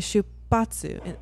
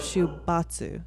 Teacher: If the first word in the compound ends in tsu or n, H goes to P instead of B. · Shown in: first take · Everything else is B.